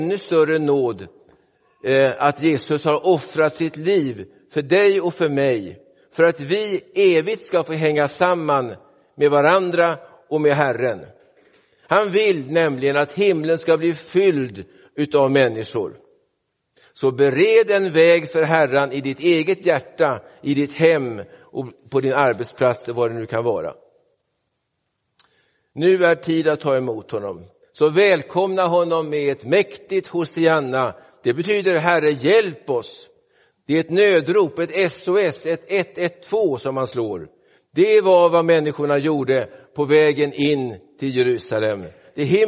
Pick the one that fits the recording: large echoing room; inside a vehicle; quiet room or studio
large echoing room